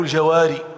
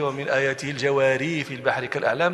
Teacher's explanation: طبعا ها هنا الراء ليس بعدها مد لأن يعقبها السكون اللام · Shown in: first take · خلافا لقوله: ومن آياته الجواري في البحر كالأعلام.